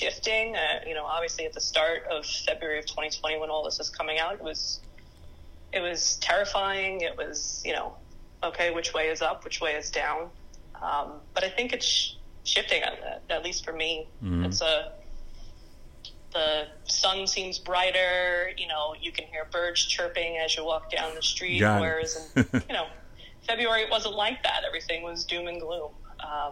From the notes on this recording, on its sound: Candid phone conversation